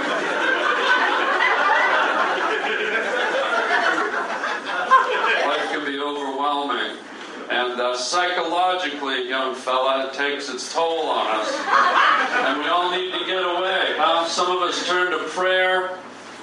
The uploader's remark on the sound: Stand up LIVE at Hollywood comedy club! Recorded live at the Hollywood Improv!